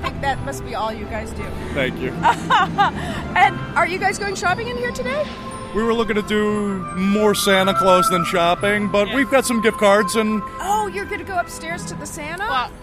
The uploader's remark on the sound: talks to shoppers outside of Macy's and takes a tour of the gag gift section at Urban Outfitters